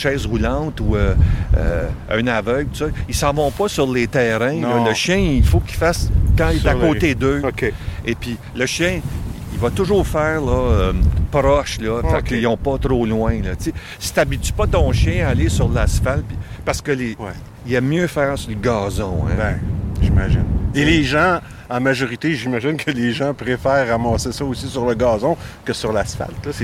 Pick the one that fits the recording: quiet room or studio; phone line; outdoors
outdoors